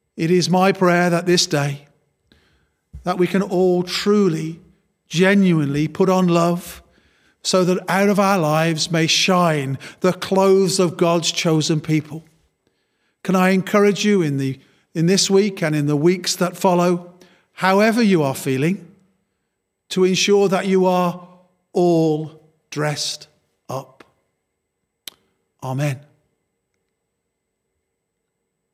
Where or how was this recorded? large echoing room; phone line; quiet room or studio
large echoing room